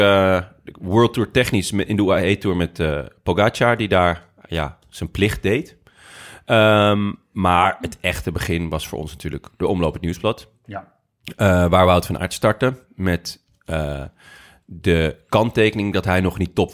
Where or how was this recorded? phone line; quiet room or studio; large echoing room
quiet room or studio